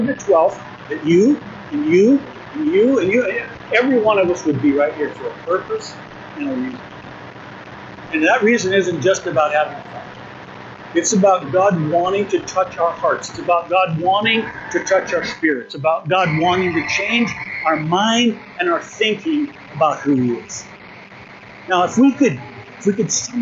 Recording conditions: poor sound quality